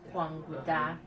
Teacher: The T is sounded like a D when it's between two vowels.